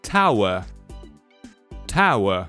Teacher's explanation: the R is just simply silent